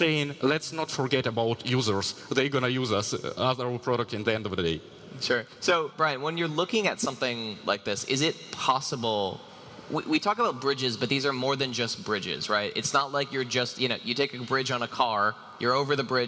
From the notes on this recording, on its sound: Live from Breakpoint 2021